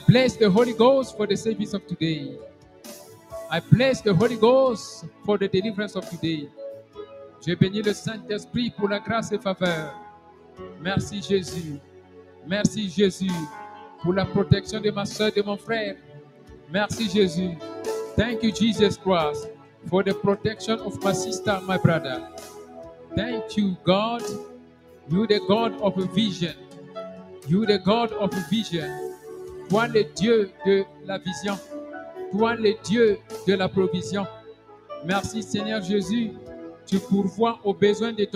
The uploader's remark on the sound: Sunday Live Service - Service en direct du Dimanche.